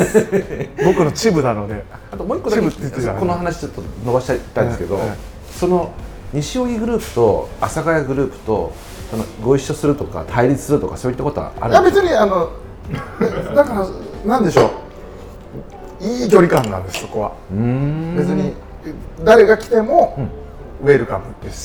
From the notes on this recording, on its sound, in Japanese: 今回は鶴見線沿線某所の飲み屋にて収録。